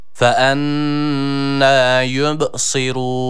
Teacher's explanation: Ve sat harfimiz ı-i arası bir sesle okunuyor, esrar kese aldığı için. Ve ra'yı da burada uzatırken ötreli olduğu için u sesiyle inşallah uzatıyoruz.